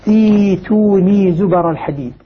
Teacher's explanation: تبدل الهمزة الساكنة ياء ونبدأ بها همزة وسط مكسورة